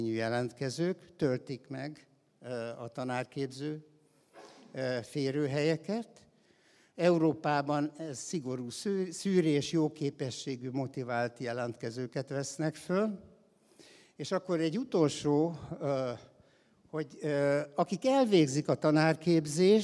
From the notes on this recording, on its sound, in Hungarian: a hatodik Qubit Live-on tartott előadásában